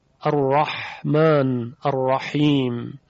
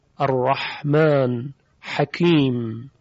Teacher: و هوا زمانی که میخواد از حلق عبور بکنه به گونه‌ای مایل میشه به وسط حلق که با شدت به رطوبت‌هایی که در جدار حلق هست برخورد میکنه و در اثر پراکنده شدن و کشیده شدن این رطوبت‌ها صدای حا با گرفتگی خاصی ایجاد میشه